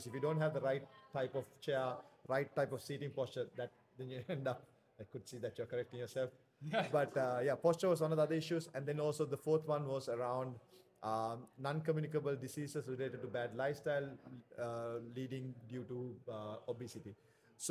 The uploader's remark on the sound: hosted LIVE from the EsportsNext 2023 conference